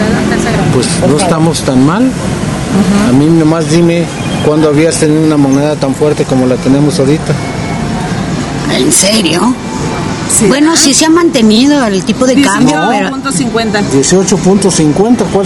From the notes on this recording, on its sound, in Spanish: Una interesante reflexión entre café y ruidos del pueblo con un intelectual de Lagos.